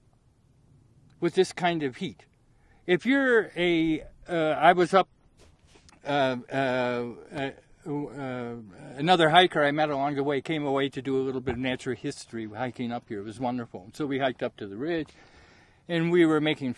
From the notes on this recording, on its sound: From Cornucopia Peak. Recorded on CORNUCOPIA PEAK at +-2650m in the South WALLOWAS.